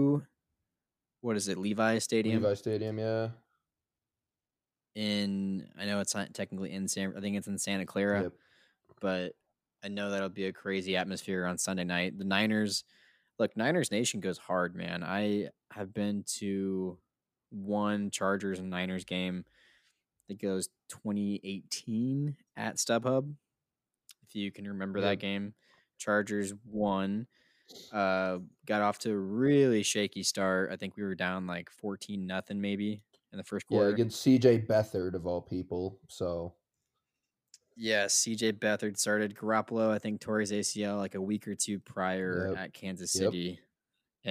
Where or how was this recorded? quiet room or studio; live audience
quiet room or studio